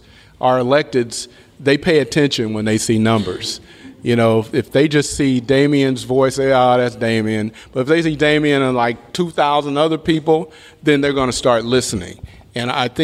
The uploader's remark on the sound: I was recently in Los Angeles for work, and while there, I had the opportunity to do a live show with AIGA Los Angeles.